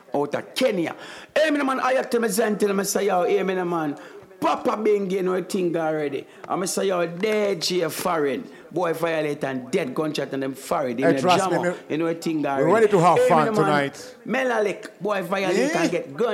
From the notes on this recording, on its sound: this is the Audio of the Dance